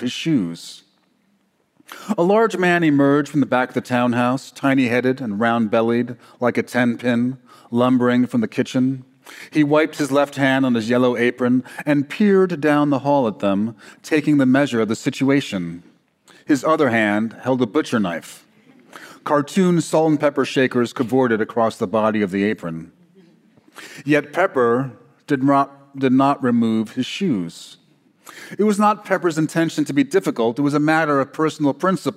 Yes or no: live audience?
yes